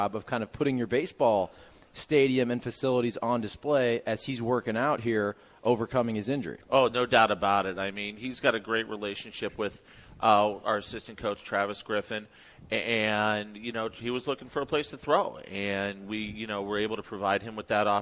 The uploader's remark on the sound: Live at Maryville. Broadcasting live from Maryville University.